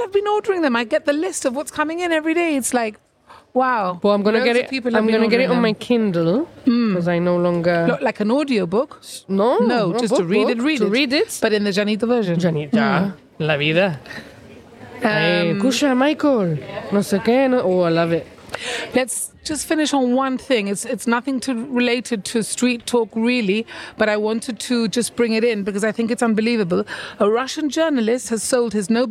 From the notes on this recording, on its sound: Live from Main Street and sitting on a nice bench under a tree. A normal afternoon downtown.